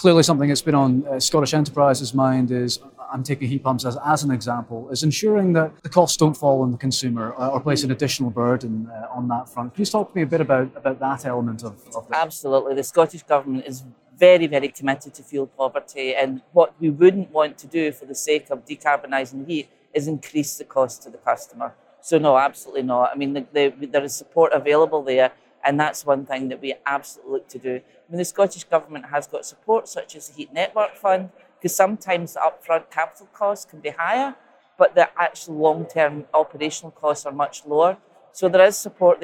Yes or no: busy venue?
yes